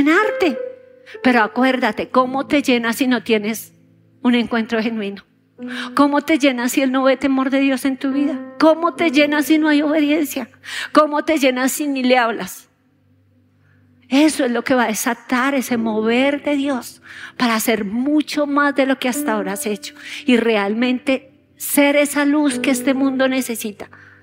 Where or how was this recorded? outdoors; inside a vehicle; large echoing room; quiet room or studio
large echoing room